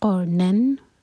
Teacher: نون کے ساؤنڈ کو کلیئر پڑھیں گے اور جھٹکا نہیں دیں گے · Term: اظہار